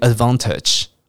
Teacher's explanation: 英国人遇到 V AN，有时候会念成 vong 这种声音